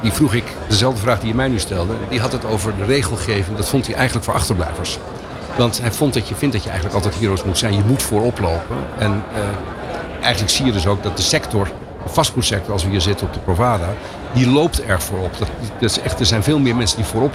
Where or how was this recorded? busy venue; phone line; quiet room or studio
busy venue